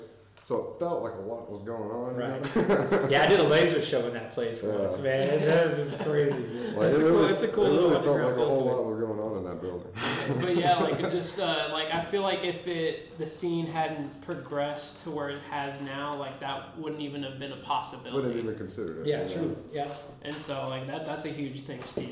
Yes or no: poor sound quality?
yes